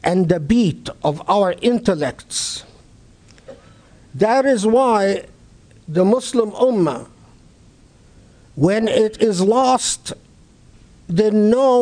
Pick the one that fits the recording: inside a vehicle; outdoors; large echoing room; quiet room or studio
large echoing room